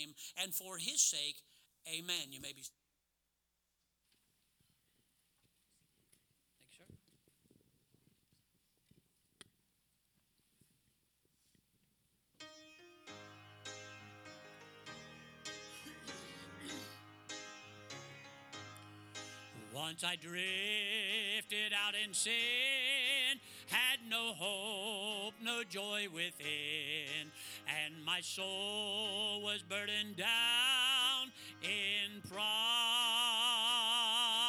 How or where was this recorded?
large echoing room